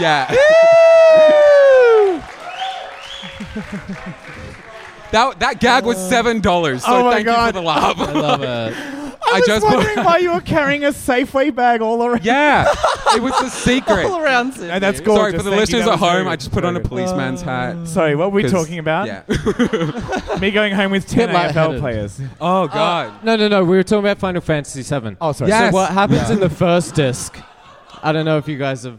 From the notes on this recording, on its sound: We recorded a live episode in Sydney for Sydney's Mardi Gras!